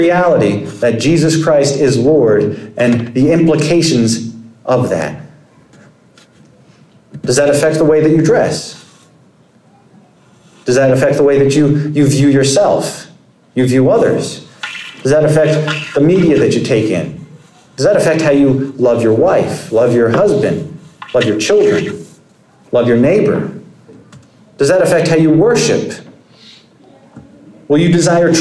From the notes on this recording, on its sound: Sermon preached at Compass Community Church on June 4, 2023.